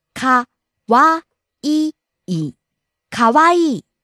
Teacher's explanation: Rising on the second syllable wa, falling on the last syllable i.